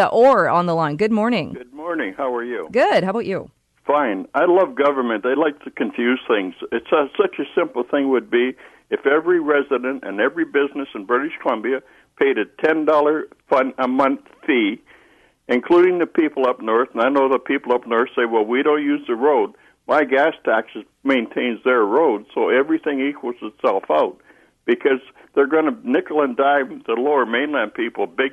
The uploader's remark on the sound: opens up the phone lines